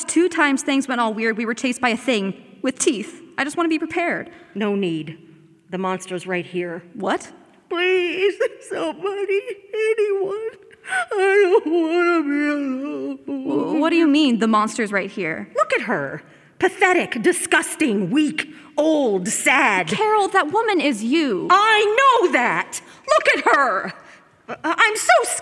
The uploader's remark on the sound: live from Sursa Performance Hall